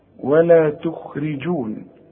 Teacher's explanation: عندي الخاء مفخمة لكن في ثالث درجة من درجات التفخيم